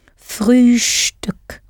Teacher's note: pronounce the ST in Frühstück as though it has a sh before the T